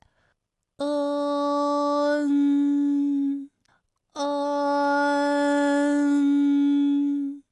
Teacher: 从央元音 a 开始，然后舌面升高，舌面的前部抵住硬腭的前部。当舌、腭这两者将要接触的时候，软腭下降，同时打开鼻腔通路。紧接着呢，舌面的前部与硬腭的前部闭合，使口腔中受到阻碍的气流从鼻腔里透出。口型是从开到闭，舌位的移动比较小。好，我把刚才说到的这一段哈，发音给大家演示出来。是不是？开始呢是开口的，到 n 的时候呢，最后口型是闭住的，舌位的移动是比较小，它几乎是不动的。当然，我们一定要注意到的是，所有的前鼻音最后的